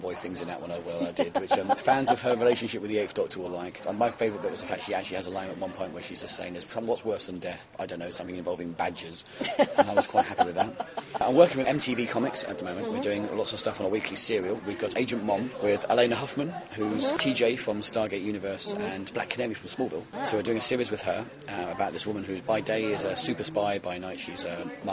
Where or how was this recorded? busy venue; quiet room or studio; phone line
busy venue